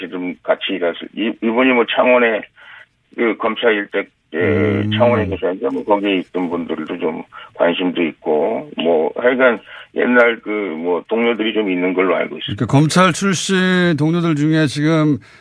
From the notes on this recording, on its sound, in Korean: 전화연결